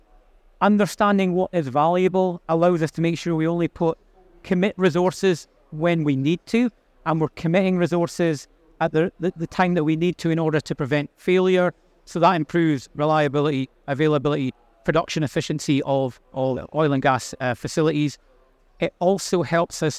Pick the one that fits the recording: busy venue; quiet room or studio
busy venue